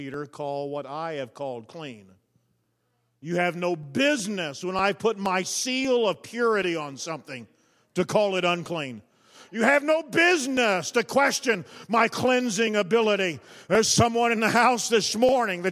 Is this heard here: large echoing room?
yes